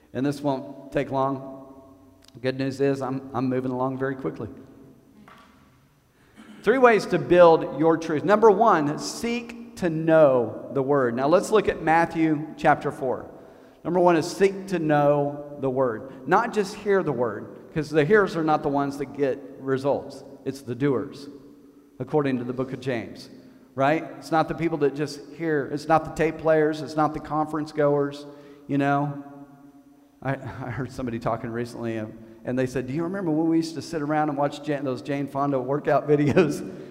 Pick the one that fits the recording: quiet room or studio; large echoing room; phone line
large echoing room